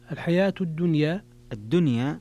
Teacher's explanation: الدنيا فيها الإمالة، فيها الإمالة لحمزة